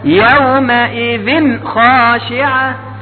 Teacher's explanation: يعني أعطي النون حقها أو التنوين حقه وبدون غنة · Term: الإظهار